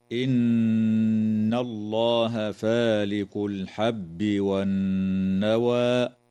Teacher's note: تغن النون المشددة في كلمة إن وفي كلمة والنوى بمقدار حركتين، وتفخم اللام في اسم الله لوقوعها بعد فتحة، ويجوز الوقف على كلمة والنوى من قبيل الوقف الحسن.